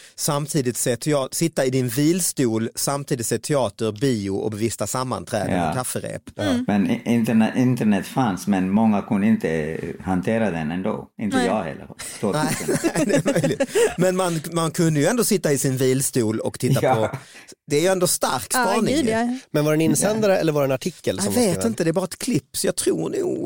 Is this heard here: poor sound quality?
no